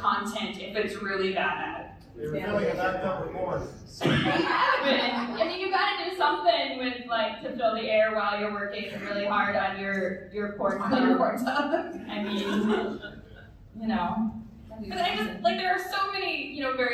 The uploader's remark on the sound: Join us for a glimpse into our stand up comedy live show. We're sharing clips with you from C2E2 2022 Live Show.